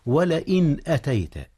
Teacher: إظهار النون قبل الهمزة، والهمزة من أحرف الحلق